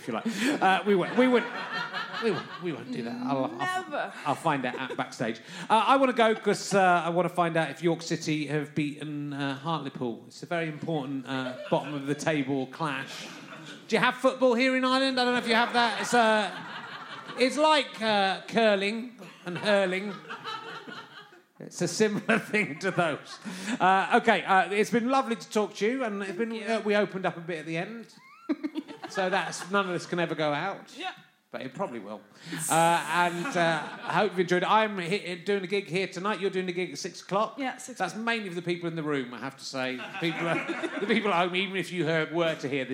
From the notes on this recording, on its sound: Recorded at the Spike Sligo Festival in West Ireland to a tiny, but enthusiastic crowd. Sorry if the balance is a bit off.